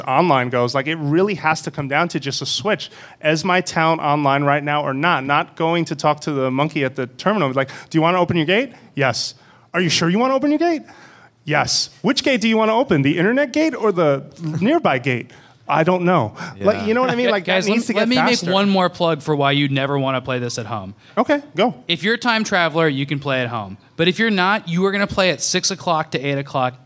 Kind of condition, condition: setting, live audience